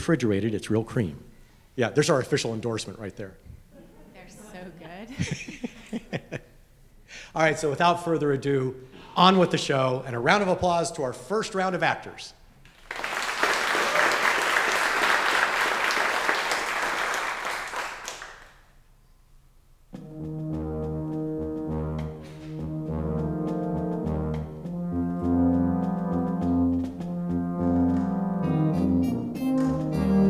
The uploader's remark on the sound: We had our first-ever MAT Live show. Listeners blew us away with the turn-out, showed us nothing but encouragement, and made for some pretty awesome impromptu foley artists later in the show.